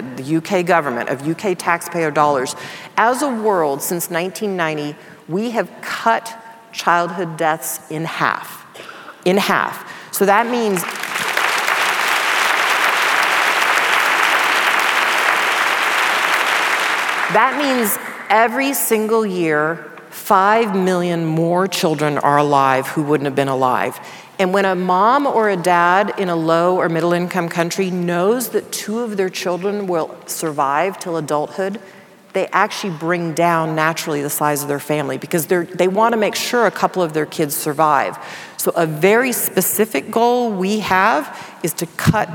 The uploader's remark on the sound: In front of a live audience in London.